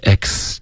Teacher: 这有一个 ae 的双元音一定要发的饱满